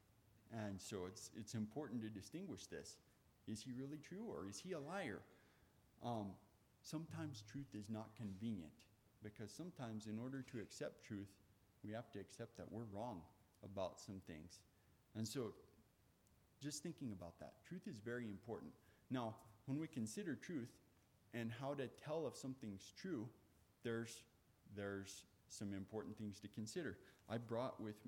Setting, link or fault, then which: setting, large echoing room